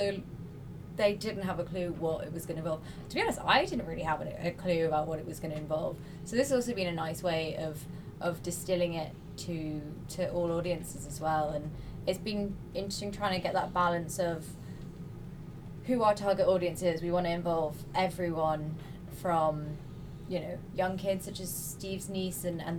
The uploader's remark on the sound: For the first time in history, a podcast was recorded in the middle of the Atlantic Ocean! We're taking you aboard the R/V Celtic Explorer to meet the crew of the PoRo-CLIM Expedition.